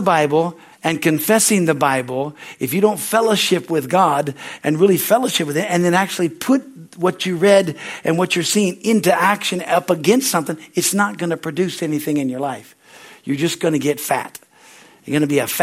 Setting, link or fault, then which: setting, large echoing room